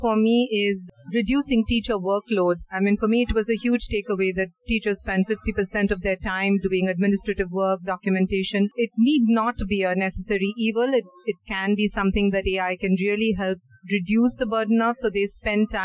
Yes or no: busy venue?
yes